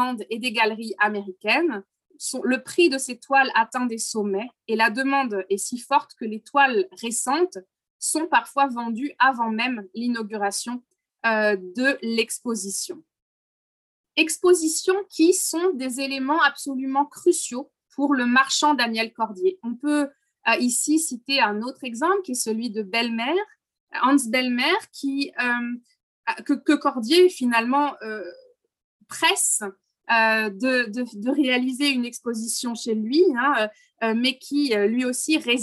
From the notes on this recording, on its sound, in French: Enregistré sur Zoom